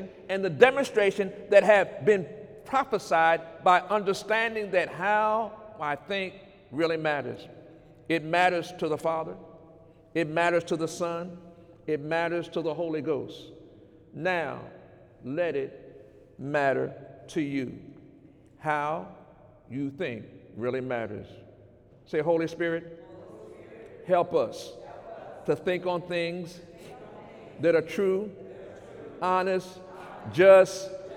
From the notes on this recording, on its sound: During Sunday morning service on March 24, 2019